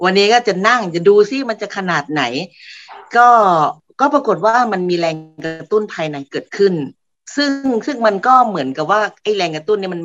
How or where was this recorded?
video call